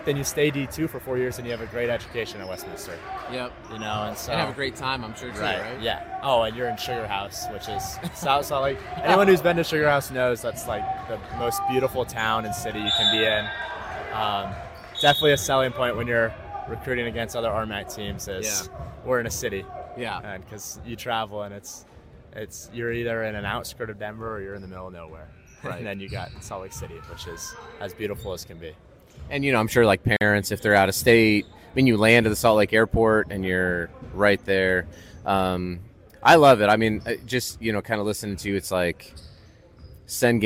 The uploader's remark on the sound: LIVE from the Tarkanian Classic in Las Vegas